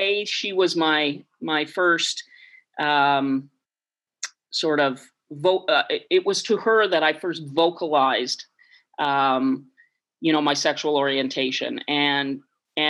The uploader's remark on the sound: Over zoom from her home in Victoria.